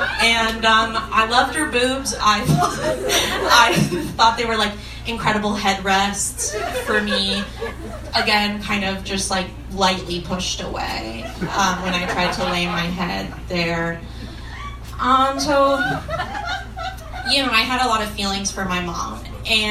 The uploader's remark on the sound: This week’s episode features two live stories.